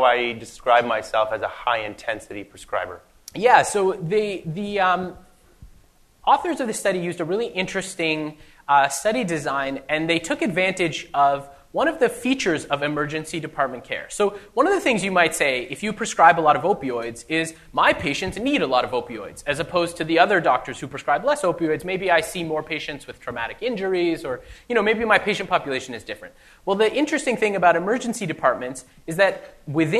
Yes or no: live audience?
yes